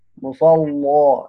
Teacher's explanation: بيقرأ بتغليظ اللام وقفا مع الفتح قولا واحدا